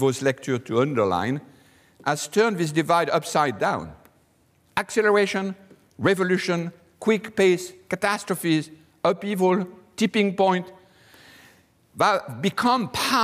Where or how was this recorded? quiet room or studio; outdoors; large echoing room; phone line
large echoing room